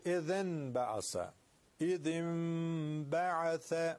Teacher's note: هر وقتی همزه وصلی بر سر کلمه ای بود میدونیم که باید کلمه قبلی رو بزنیم به کلمه بعدی، به حرف بعد از این همزه وصل. همزه وصل این وسط خونده نمیشه · اذ میشه اذن بعث اذن بعث. خب نون ساکن به ب رسیده تبدیل به میم میشه